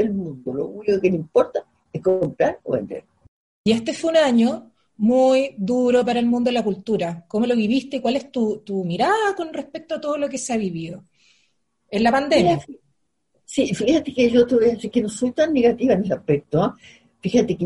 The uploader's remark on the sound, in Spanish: Esta es una conversación pandémica. Nada más ni nada menos que a través de zoom.